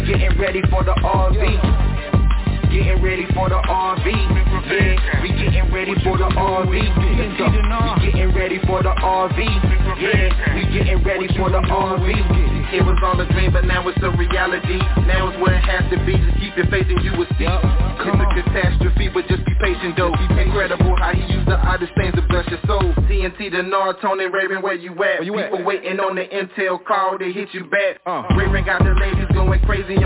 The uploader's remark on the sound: TNTSuperfantastic Conference Call